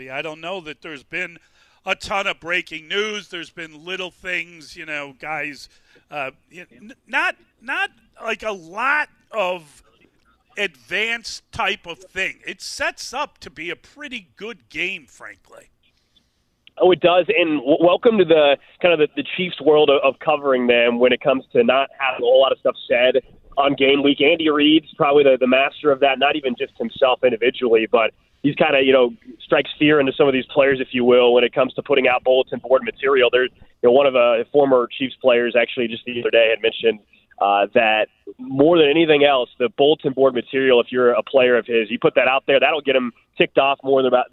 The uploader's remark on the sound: Time to go to Radio Row in Vegas. Of 610 Sports Radio live from Radio Row in Las Vegas.